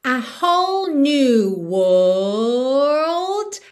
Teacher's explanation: Aqui o segredo é você sustentar a vogal e deixar para fazer aquela finalização de RLD no final.